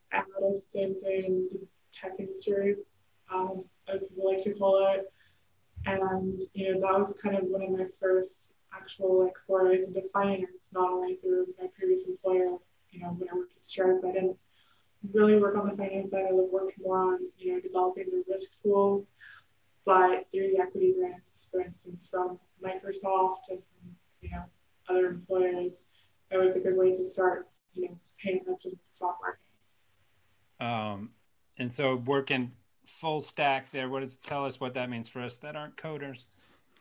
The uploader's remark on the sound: We apologize for potential audio issues with this episode